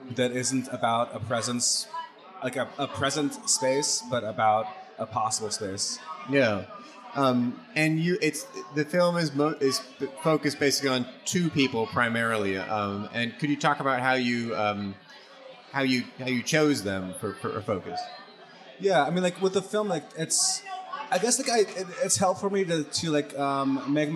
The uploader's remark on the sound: True/False Film Fest 2020. This was recorded before a live audience at Cafe Berlin.